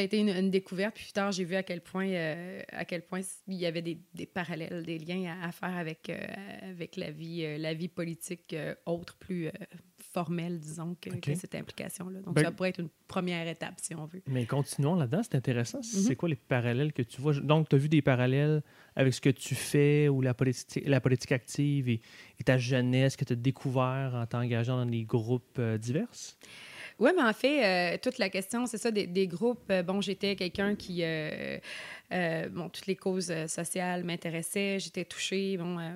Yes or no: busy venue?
no